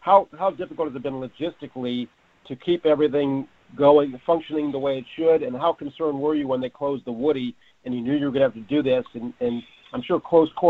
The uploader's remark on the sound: Held a conference call with reporters.